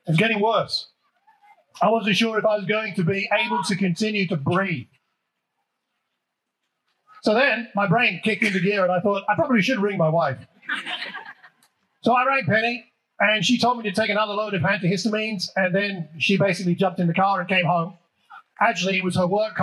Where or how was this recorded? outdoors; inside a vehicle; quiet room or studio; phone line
outdoors